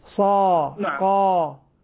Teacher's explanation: صا قا مثلا طا، يبقى الفم مفتوحا مع تفخيم وتسمين للحرف